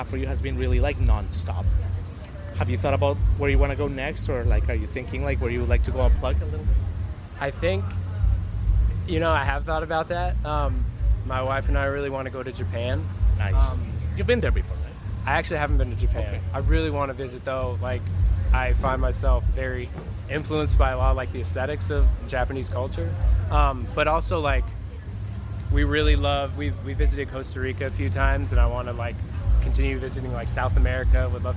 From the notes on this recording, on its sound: Special episode Live from Bonnaroo 2023. We meet backstage.